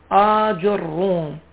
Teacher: الألف ممدودة، الجيم مضمومة، والراء مشددة ومضمومة